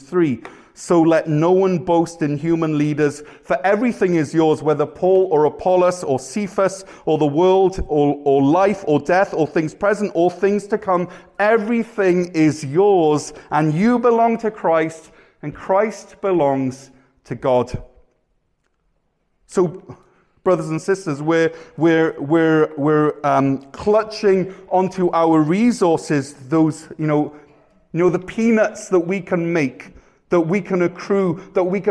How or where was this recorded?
large echoing room